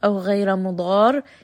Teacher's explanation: this is going to be a six-count med because it is a med sign followed by the letter shadda. And also, there is going to be نبر، meaning that you're going to have a little bit of volume raised on the med.